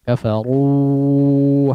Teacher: Mad itu dikeluarkan dari al-jawf. Al-jawf yaitu rongga tenggorokan dan mulut. Sehingga harusnya tidak melibatkan khayshum. · Term: huruf mad